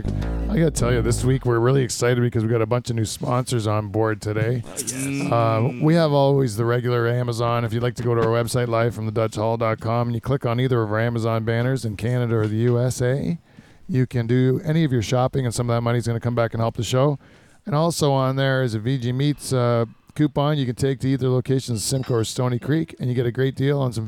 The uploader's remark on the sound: The Dutch Hall turns into a Dutch oven in this hot addition of Live From the Dutch Hall.